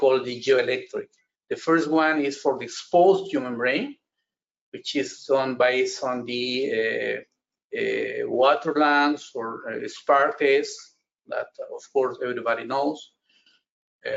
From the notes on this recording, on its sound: This is an audio version of the FGI webinar.